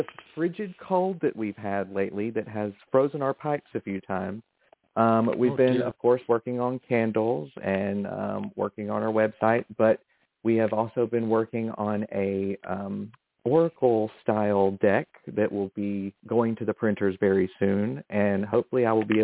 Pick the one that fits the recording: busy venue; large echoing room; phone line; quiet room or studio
phone line